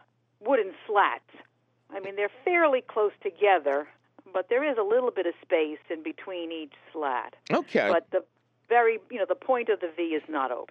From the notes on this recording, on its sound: your feeding phone calls